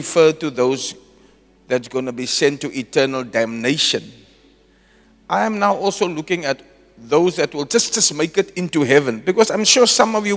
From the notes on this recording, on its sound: Preached at Zion Sanctuary, Ordination Service on the 10 September 2023